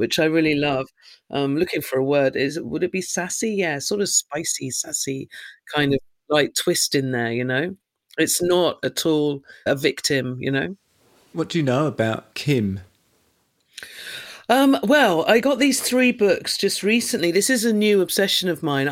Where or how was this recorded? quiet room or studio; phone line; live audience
quiet room or studio